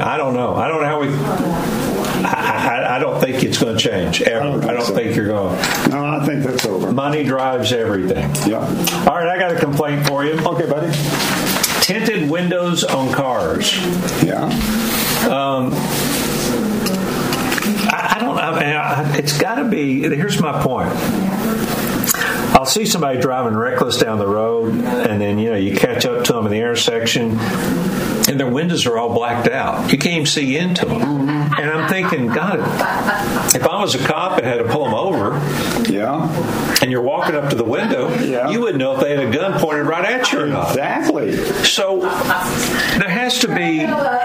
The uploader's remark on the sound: LIVE from Tootsie’s Orchid Lounge in Nashville!